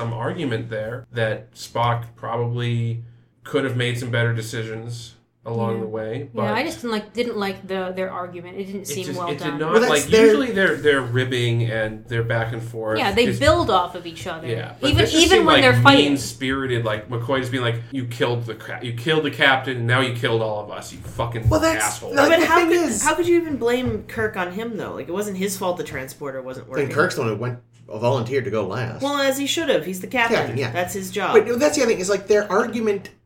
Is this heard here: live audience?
no